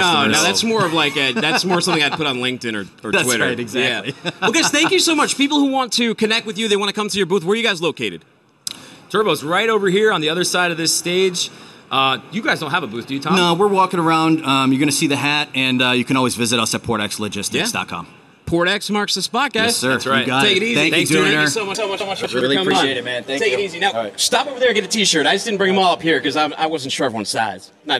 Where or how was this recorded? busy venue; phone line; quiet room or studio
busy venue